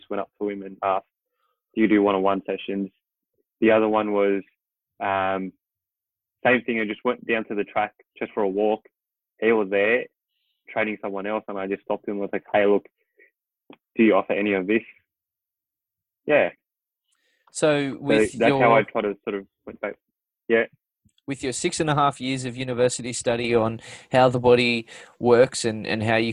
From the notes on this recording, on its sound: Apologies for the occasions where I to repeat myself due to a doggy internet connection during this COVID-19 isolation period. It was my first podcast done via Zoom.